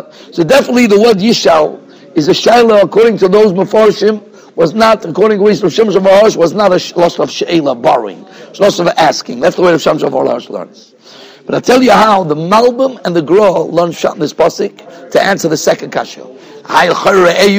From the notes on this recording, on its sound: Shiur recorded in Yeshivas Ohr Reuven, Monsey, NY.